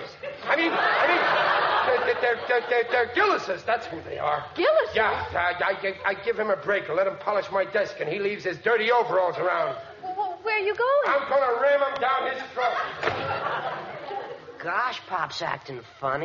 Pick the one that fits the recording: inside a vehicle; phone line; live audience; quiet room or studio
live audience